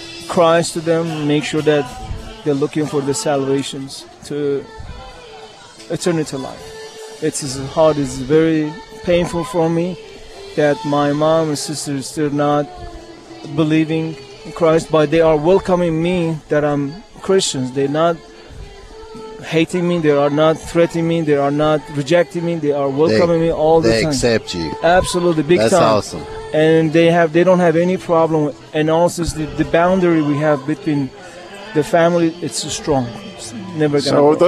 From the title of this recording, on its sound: “LIVE ON LOCATION TODAY” Middle Eastern Christian Festival